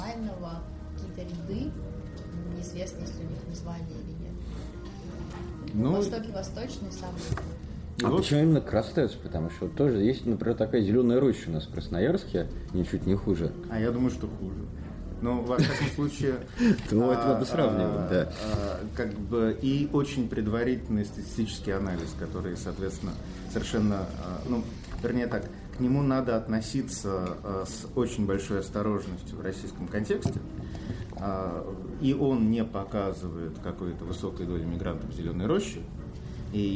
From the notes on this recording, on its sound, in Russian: Этот выпуск записан в нестандартной обстановке и в нем впервые участвуют гости! Подкаст записывался во время душевной встречи, приносим извинения за посторонние шумы!